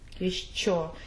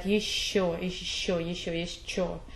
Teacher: if you slow down the sound, it's really sh-ch